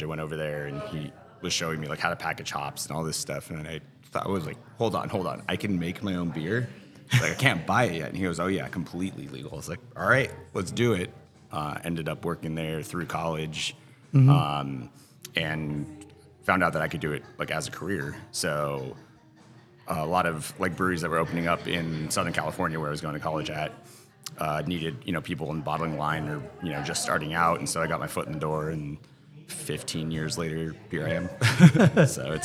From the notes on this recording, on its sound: Recorded at Tap That Downtown in Phoenix, AZ on February 4, 2024.